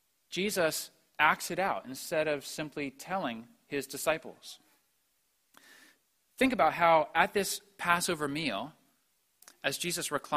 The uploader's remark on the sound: preached at the Maundy Thursday Service